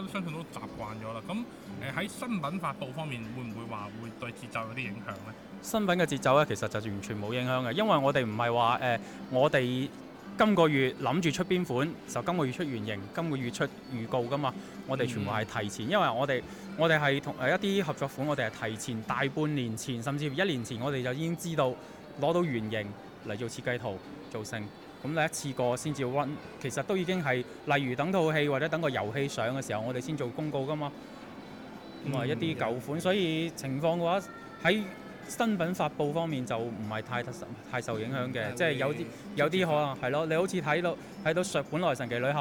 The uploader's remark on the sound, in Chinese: KOMOCHAT Live | 勇闯潮玩展，HotToys 突击采访。